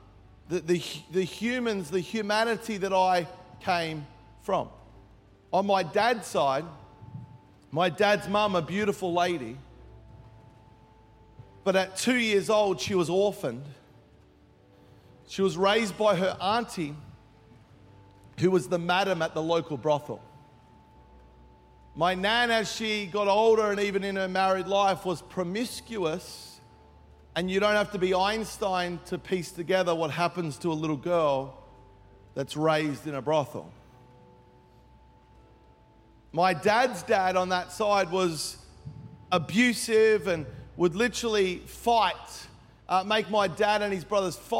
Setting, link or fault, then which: setting, large echoing room